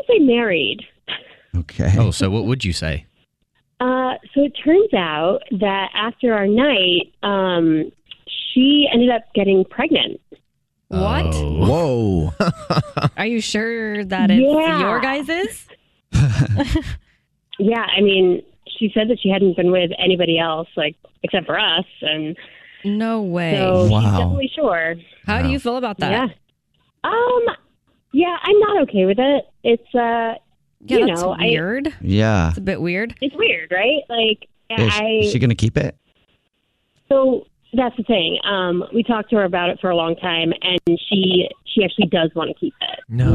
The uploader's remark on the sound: called into The Jubal Show